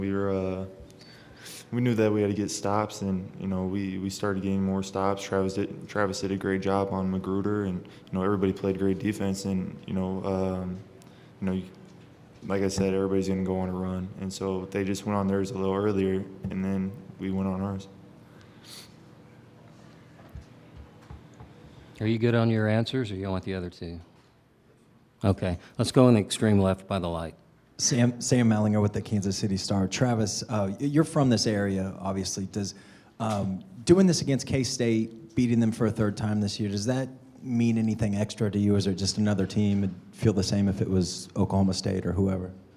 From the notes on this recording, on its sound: Press Conferences & Post-Game Interviews. Talk to reporters after the Jayhawks' 70-54 victory over Kansas State in the Big 12 tournament championship game.